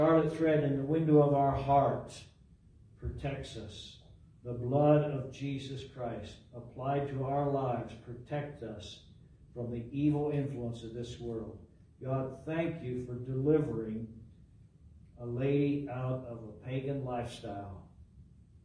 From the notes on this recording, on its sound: LIVE from Calvary.